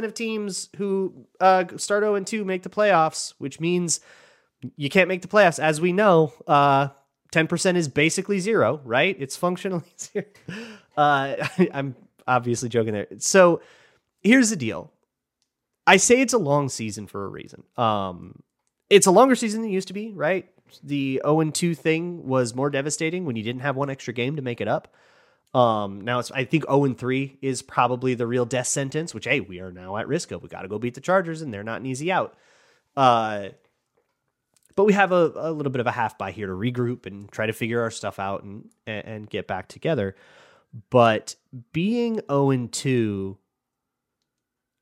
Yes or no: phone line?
no